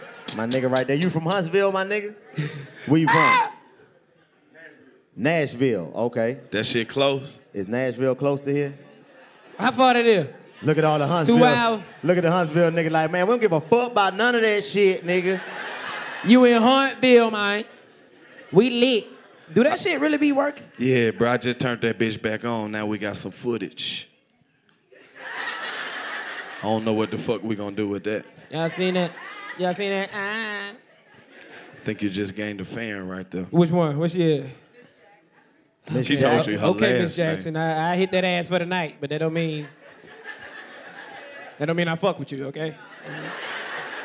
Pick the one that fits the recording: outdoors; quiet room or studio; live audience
live audience